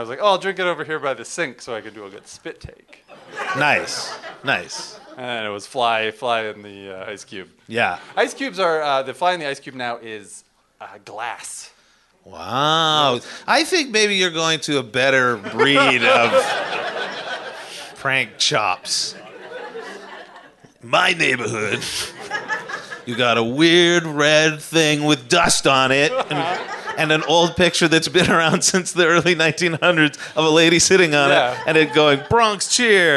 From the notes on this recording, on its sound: Recorded live at Winterruption Edmonton.